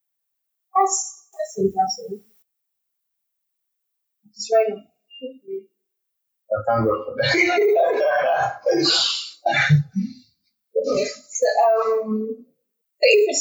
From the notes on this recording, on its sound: this audio is not in the best form